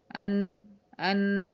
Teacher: المخرج اللساني بتاع النون طرف اللسان مع ما يحاذيه من لثة الثنايا العليا ويصاحبها غنة من الخيشوم